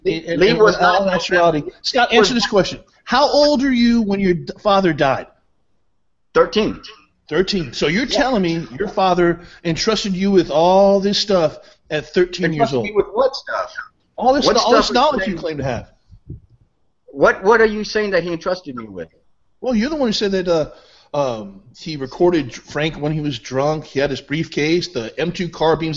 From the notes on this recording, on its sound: the first ever live Hangout on Air for the show